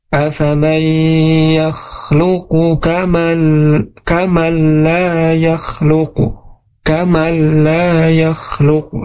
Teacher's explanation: Nah ini disamakan juga dengan ilgham bila gunnah, memasukkan huruf nun ke huruf lam tanpa disertai dengan gunnah